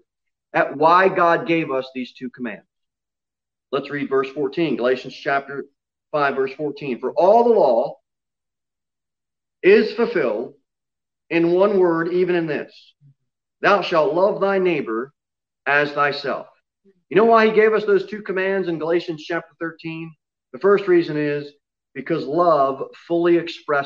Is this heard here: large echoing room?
yes